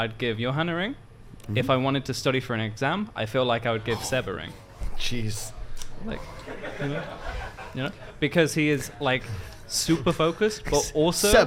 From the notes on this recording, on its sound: Live from Stockholm Major. The OG's Monkey Business Show coming to you Live from Stockholm! We had guests, we had fans and an all around incredible time.